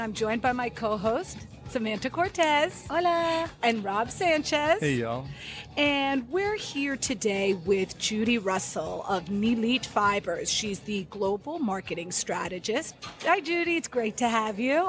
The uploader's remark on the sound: on location at TexWorld USA in New York